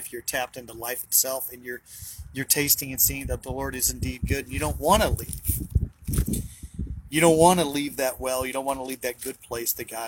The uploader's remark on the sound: BROWN BAG IN THE VAN!